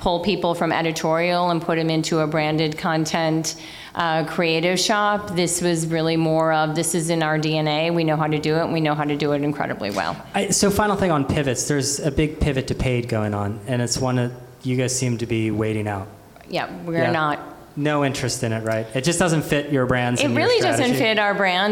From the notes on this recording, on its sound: At a live recording event of the Digiday Podcast